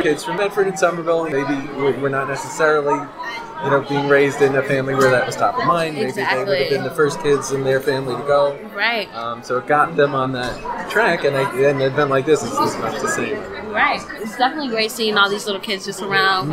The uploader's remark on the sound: recorded this month's podcast from the middle of the Boston Kids Comics Fest, held at Pine Manor College April 27